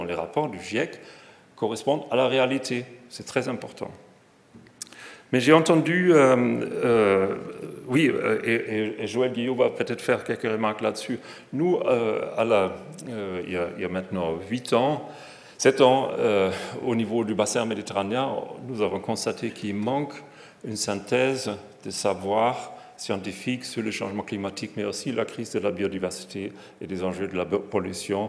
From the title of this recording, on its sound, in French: Conférence fête de la science 2022